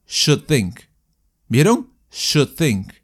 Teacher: si lo digo junto, esa d no va a llegar a soltar el aire. Es como que se va a ahogar, se va a frustrar y se va a poner muda. · Term: unreleased consonant